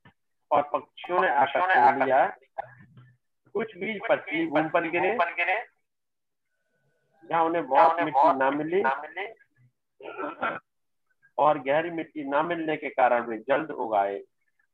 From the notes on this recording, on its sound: Zoom Meeting